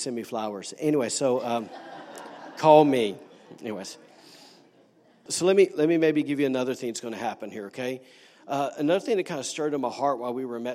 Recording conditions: large echoing room